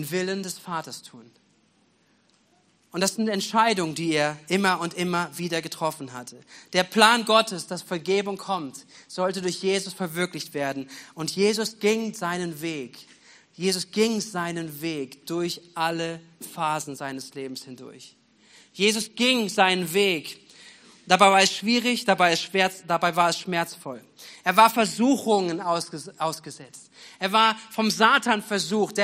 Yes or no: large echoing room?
yes